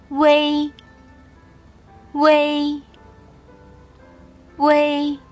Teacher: 微 is the combination of 乌 and a, so start the sound from 乌 and slightly make the a sound.